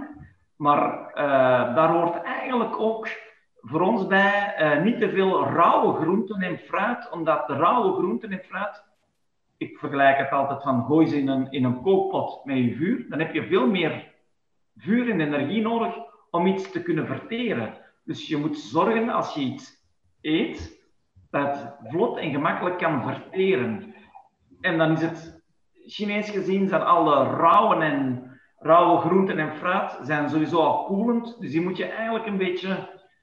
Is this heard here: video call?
yes